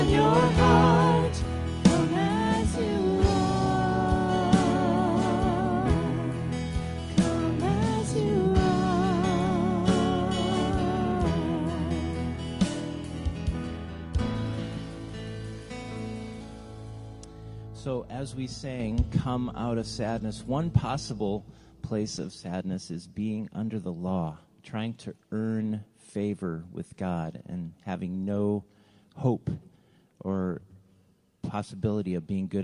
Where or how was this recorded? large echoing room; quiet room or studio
large echoing room